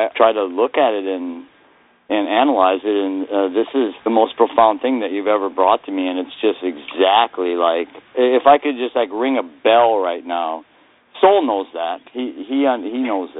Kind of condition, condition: link, phone line